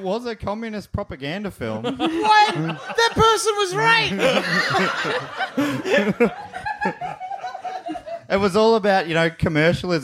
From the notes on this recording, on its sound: Was recorded live in Melbourne at the Retreat Hotel in Brunswick.